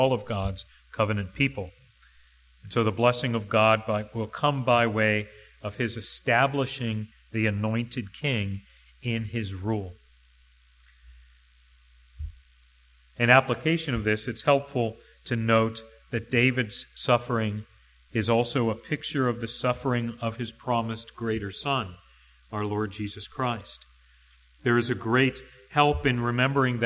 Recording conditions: large echoing room